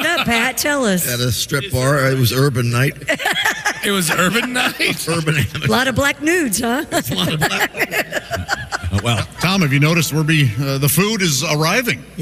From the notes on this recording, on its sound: We are live from the Indiana State Fair!